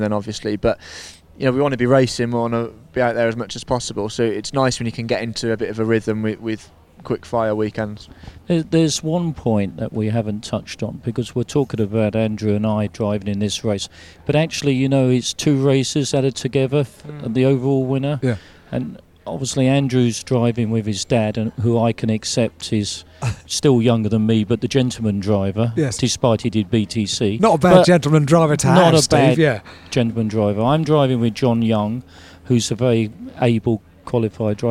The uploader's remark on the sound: On Thursday afternoon at the Goodwood Revival, as teams were unloading transporters